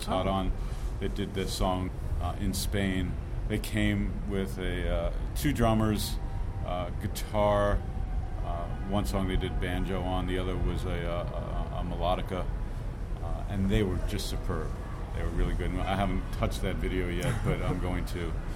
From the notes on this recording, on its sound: At the weary end of every night throughout South By Southwest. Met up on the Austin streets to break down all the events of the day.